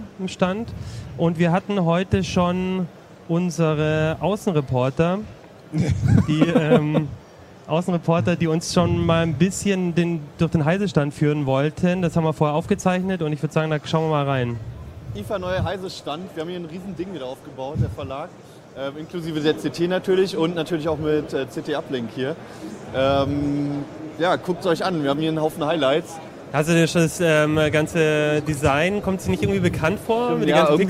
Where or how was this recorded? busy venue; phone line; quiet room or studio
busy venue